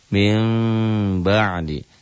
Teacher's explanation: bunyi M tapi samar, tetap bibirnya gak nutup rapat. Mim ba'di. Jadi ada unsur iklab ini, ada unsur M-nya dan ada unsur ng-nya, samar.